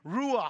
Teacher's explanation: Okay, if you're not spitting, you're not saying it right. It's glottal. It actually comes from deep in the throat.